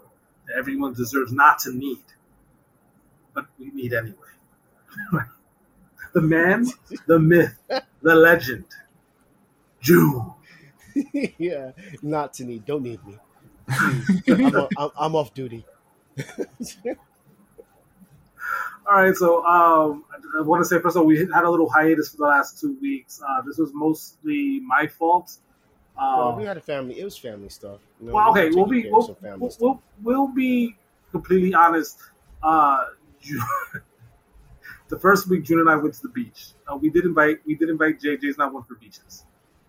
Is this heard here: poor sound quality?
yes